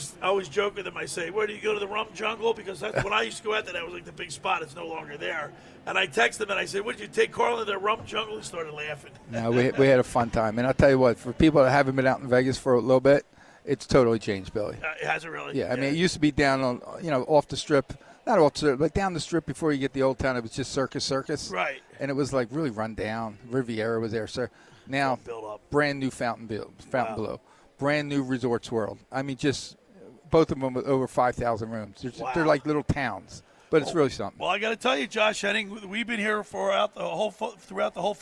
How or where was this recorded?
busy venue